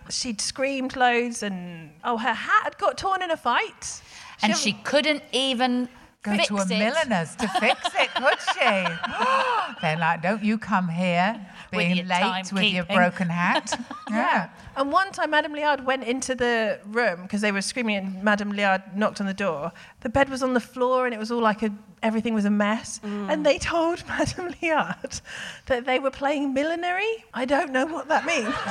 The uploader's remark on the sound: DWSC LIVE. As this was recorded in the latter part of the DWSC sold-out Edinburgh run. Finally we hear from a member of the audience who presents a family mystery for the gang to solve...